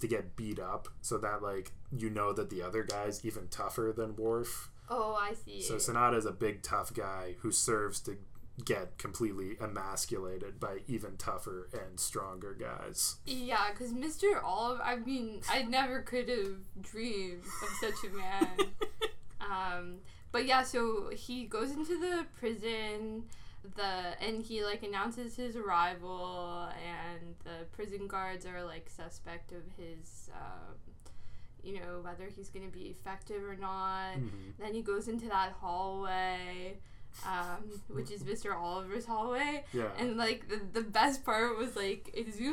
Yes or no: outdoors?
no